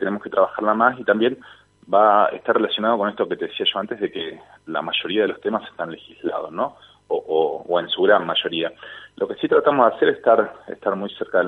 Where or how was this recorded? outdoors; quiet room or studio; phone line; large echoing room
phone line